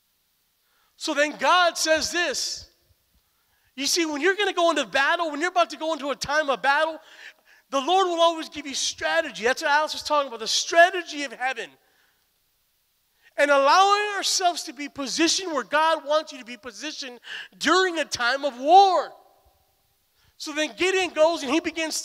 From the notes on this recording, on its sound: Recorded live at Emerging Stream Apostolic Center in Stryker, Ohio.